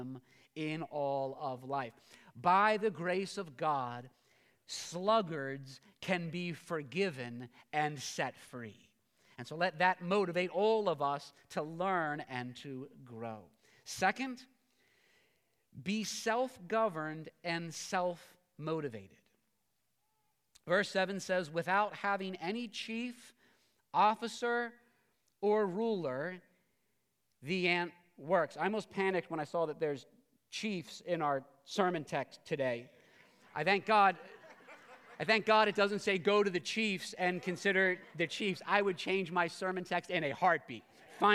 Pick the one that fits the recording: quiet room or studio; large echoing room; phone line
large echoing room